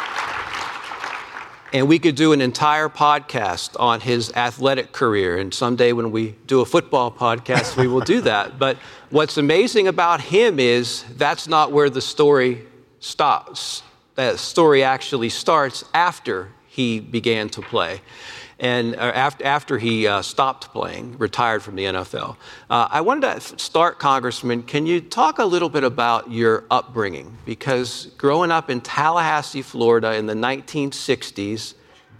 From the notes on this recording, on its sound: Comes live from the 2022 Career Education Convention. Comes live from the 2022 Career Education Convention.